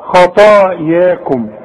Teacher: نغفر لكم، رقق الله لكم، ما نقولش خطاياكم، خا صح طا صح انما تقول لي ياكم يا، ما انت عارف ان كل ياء في القرآن ياء، فتيجي تمنى تقول لي خطاياكم، لا، الخاء فخم، الطاء فخمها، الياء رقاها، خطاياكم، شوف خطا المد بتاع الطاء دي فخمه خطا، والمد بتاع الياء رقاه